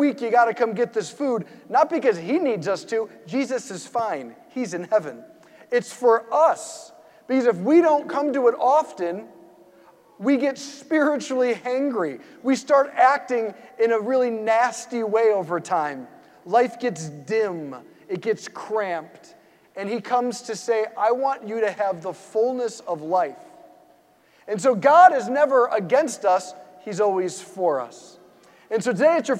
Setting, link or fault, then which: setting, large echoing room